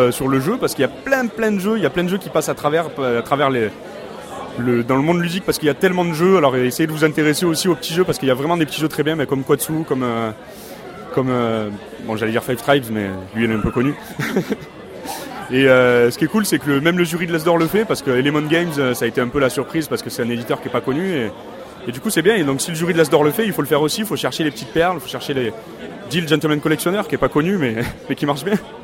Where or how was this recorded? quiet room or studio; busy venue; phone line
busy venue